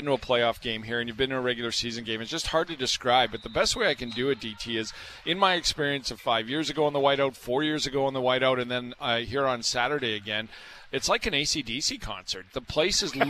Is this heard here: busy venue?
yes